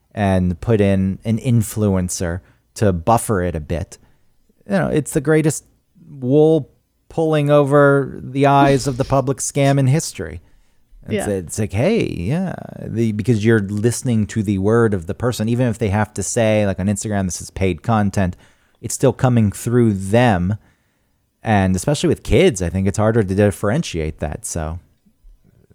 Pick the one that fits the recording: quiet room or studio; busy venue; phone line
quiet room or studio